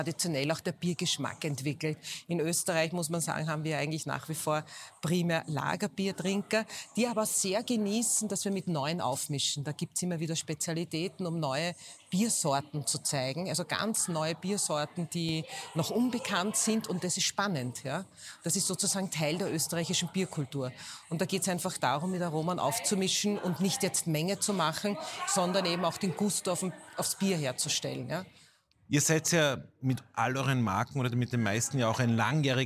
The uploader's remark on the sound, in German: Live vom CASH Handelsforum 2023 in Zusammenarbeit mit ProSiebenSat.1 PULS 4.